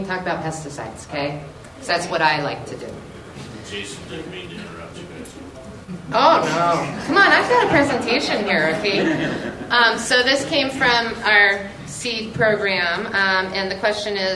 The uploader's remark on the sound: The audio from the Helena Montana Medical Growers Assocation Cannabis Symposium that I went.